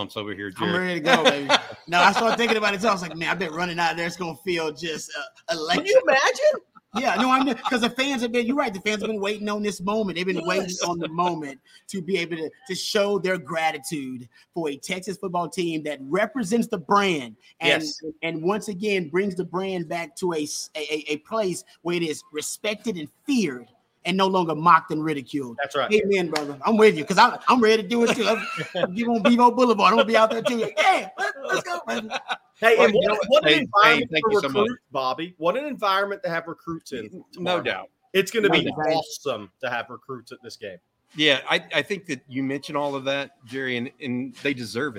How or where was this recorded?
busy venue